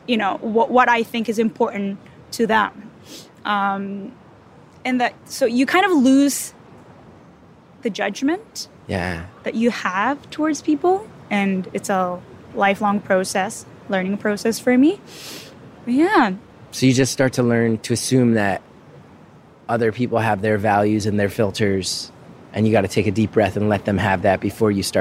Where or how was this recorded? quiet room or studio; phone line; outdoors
outdoors